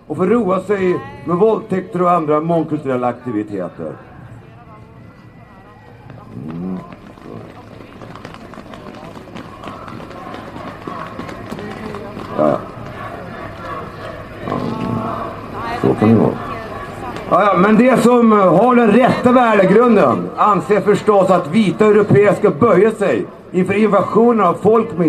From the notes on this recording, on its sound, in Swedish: Talar på Mynttorget 10 mars 2019.